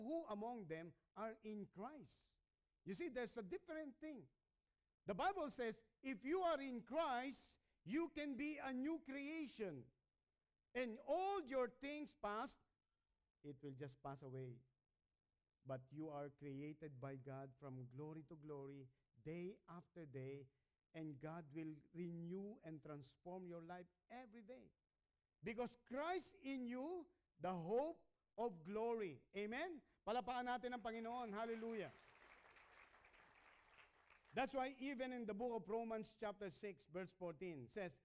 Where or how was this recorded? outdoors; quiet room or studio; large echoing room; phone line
large echoing room